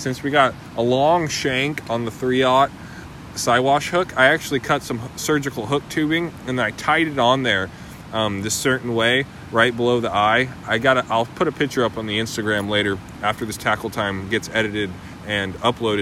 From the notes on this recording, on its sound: I was also on the river recording this, as you may be able to hear in the background.